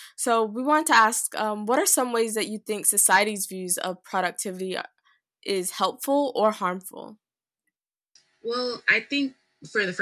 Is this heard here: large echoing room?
no